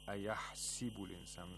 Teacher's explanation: Instead of a fatha, it gives a kasra to the seam. · Term: short vowel difference